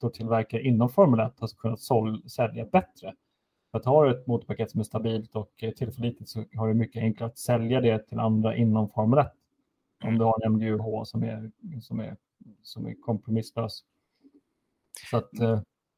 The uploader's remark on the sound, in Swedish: Ursäkta för en växlande kvalitet i min mic!